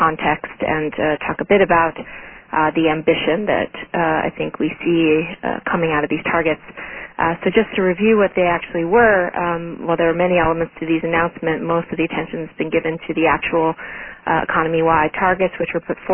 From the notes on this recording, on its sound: Join an on-the-record teleconference. Q&A follows the speakers' remarks.